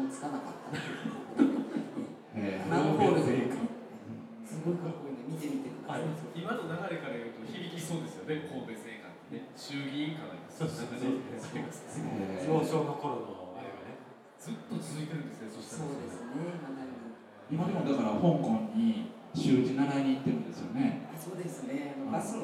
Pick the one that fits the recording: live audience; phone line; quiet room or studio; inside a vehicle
live audience